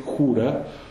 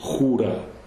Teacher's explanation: So you can hear it's a little further stronger, back in the throat. · Shown in: second take · Term: very, very guttural